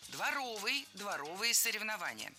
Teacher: Прилагательное, образованное от существительного «двор» – дворовый, с ударением на втором слоге и окончанием «ый».